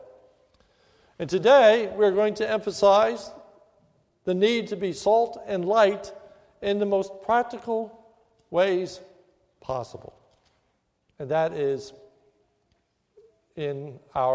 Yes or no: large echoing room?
yes